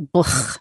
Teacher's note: this sound that we don't use in English anymore, a sort of ugh sound, like that blch sound you make in the back of your throat